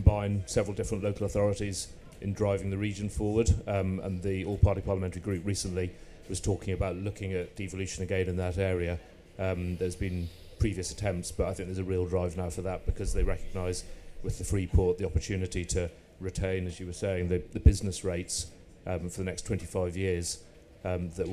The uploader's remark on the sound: In this live recording that took place in the EG Pavilion. Recorded live at MIPIM on Tuesday 14 March.